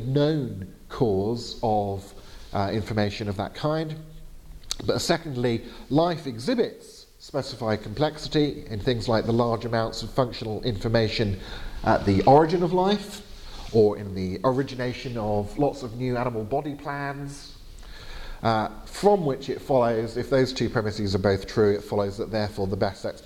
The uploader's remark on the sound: Lecture given on April 25th 2019 at Gimlekollen College, NLA University, Norway.